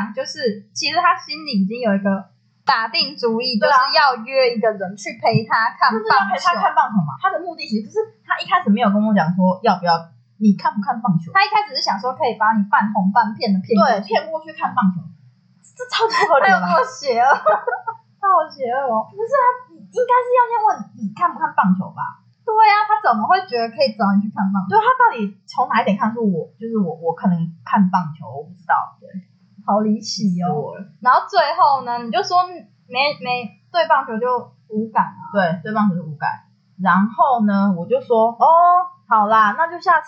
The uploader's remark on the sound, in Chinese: 本集音質較為不佳 還請見諒。